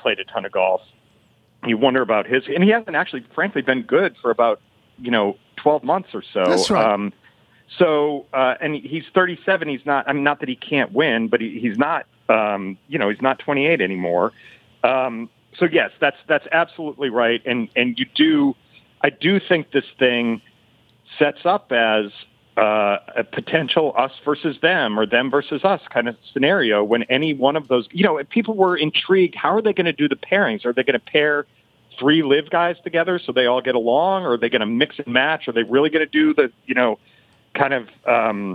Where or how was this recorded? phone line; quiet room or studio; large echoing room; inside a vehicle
phone line